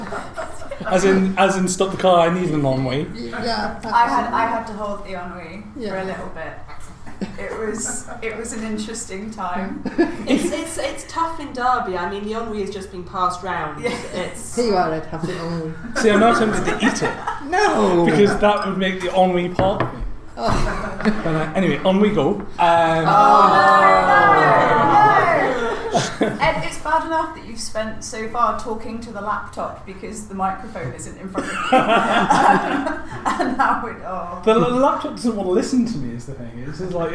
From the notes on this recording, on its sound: a live show presented at Sledge Lit 2017